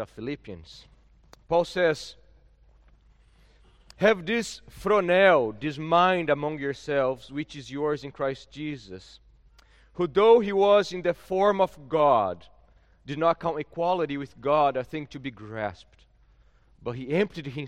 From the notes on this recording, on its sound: At Gracious Cross Reformed Church Salem.